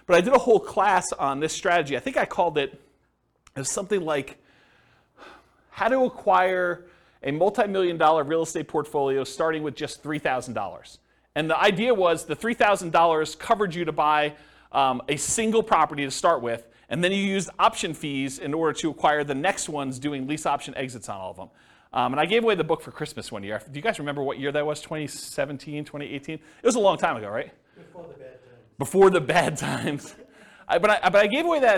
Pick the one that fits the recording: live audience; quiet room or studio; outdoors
live audience